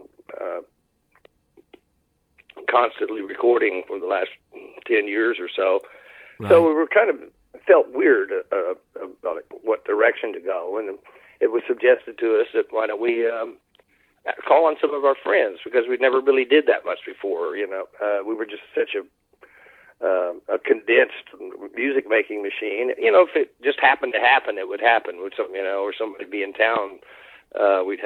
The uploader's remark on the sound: We had a great phone conversation